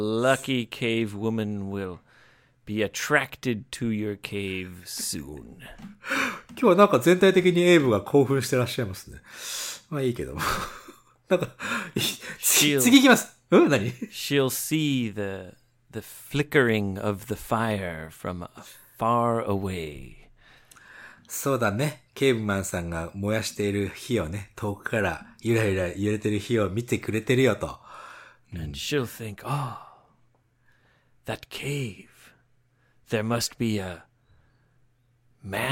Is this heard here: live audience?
no